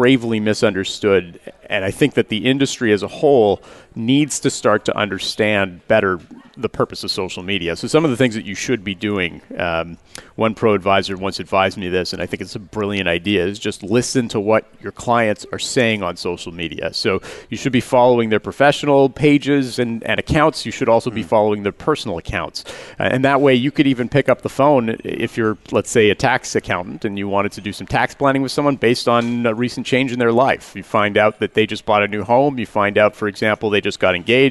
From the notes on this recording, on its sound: Live Broadcast at the The IPBC IGNITE Conference.